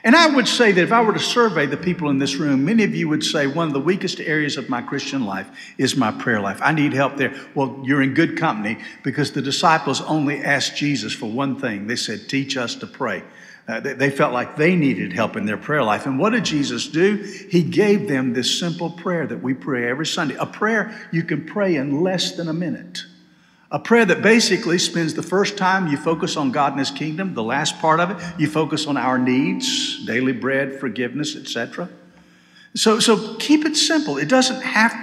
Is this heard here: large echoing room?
yes